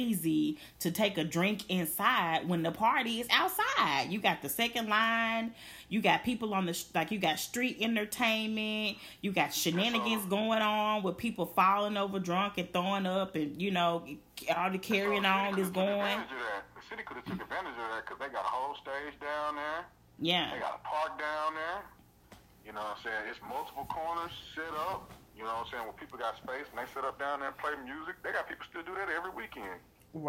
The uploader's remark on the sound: Reconnect after another hiatus but this time over the phone due to the current COVID-19 Self Isolation guidelines.